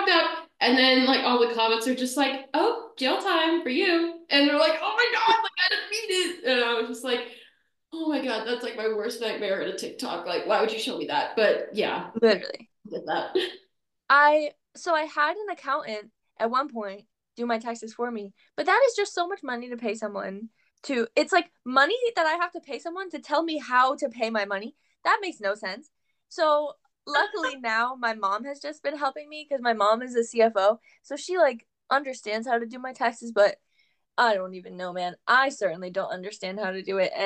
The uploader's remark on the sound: My audio mixer/camera combo is really working AGAINST me lately. If the audio comes through, the video doesn't, but if the video comes through, the audio doesn't. So, if this audio sounds like absolute poop on my end, I formally apologize.